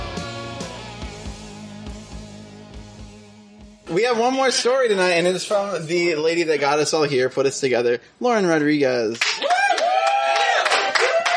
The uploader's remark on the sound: These were recorded at his super-secret 30th birthday celebration back in 2015.